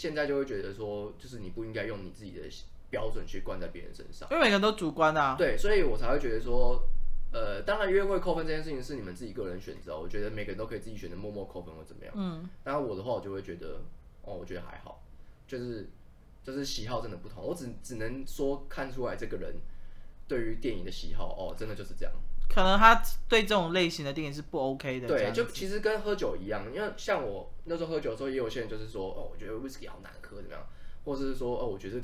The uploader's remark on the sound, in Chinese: 收音最近都有忽遠忽近的問題